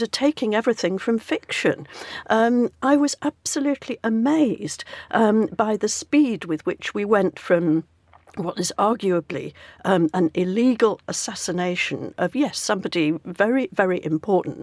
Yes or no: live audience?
no